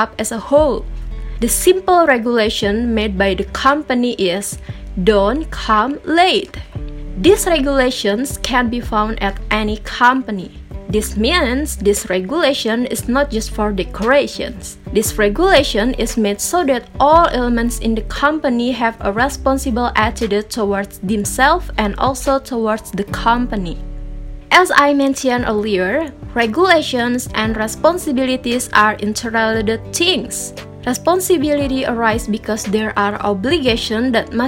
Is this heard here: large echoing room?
no